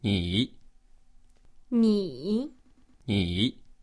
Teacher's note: You got to jump right back up to the middle of your voice vocal range.